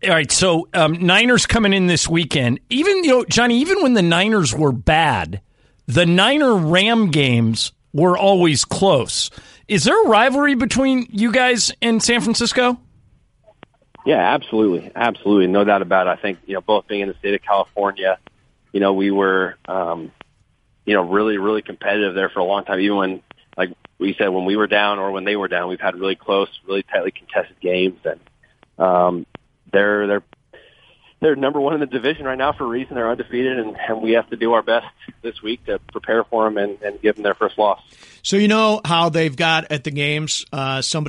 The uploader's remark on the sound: called